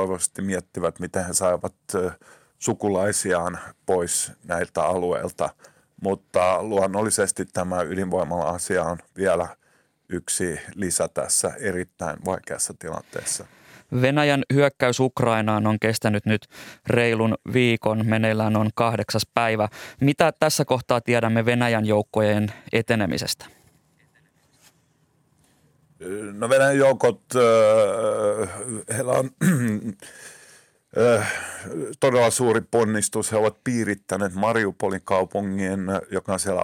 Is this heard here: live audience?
no